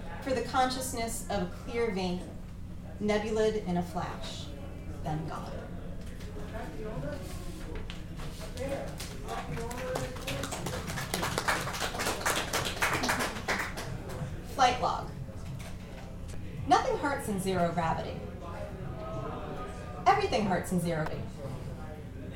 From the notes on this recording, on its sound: recorded at Brooklyn's Pacific Standard on 3/23/2016